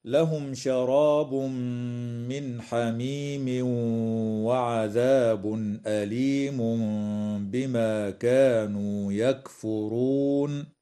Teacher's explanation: تظهر الميم عند الشين في قوله تعالى لهم شراب، ويدغم التنوين في الميم مع الغنة من قوله تعالى شراب من، ويدغم في الواو مع الغنة أيضا في قوله تعالى حميم وعذاب، ويظهر عند الهمزة من قوله تعالى وعذاب أليم، ويقلب ميما مع الغنة والإخفاء عند الباء من قوله تعالى أليم بما